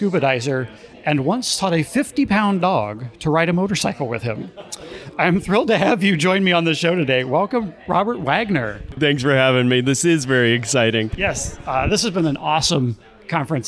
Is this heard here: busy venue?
yes